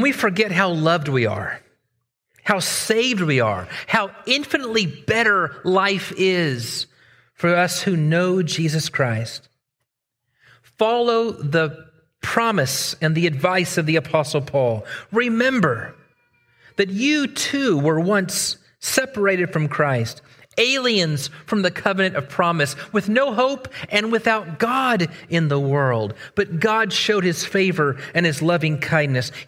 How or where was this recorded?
large echoing room